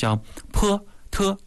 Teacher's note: 有些人可能不会送气，比如说像泼特可能不太会